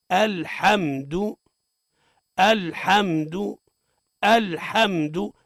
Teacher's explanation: اللام ليست من لفظ الجلالة، حكمها الترقيق